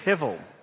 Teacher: The H is guttural, and the B is pronounced as a V.